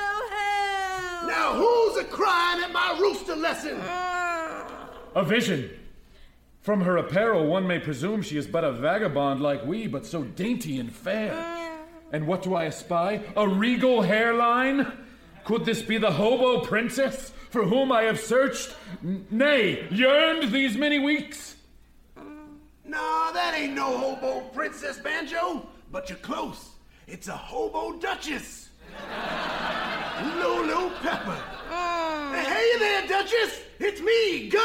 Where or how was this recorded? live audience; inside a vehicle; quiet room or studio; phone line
live audience